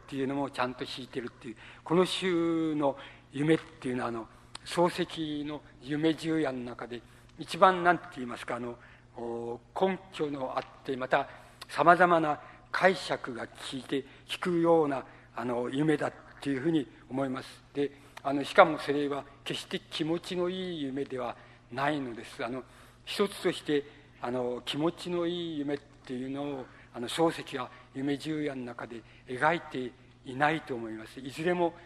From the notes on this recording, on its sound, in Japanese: 音質：５。主催：日本近代文学館。場所：有楽町・よみうりホール。近代文学館・夏の文学教室。音源はライン録音。